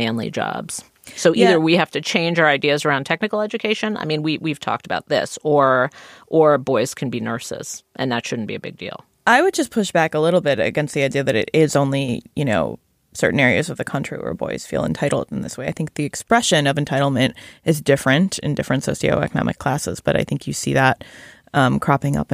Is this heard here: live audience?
no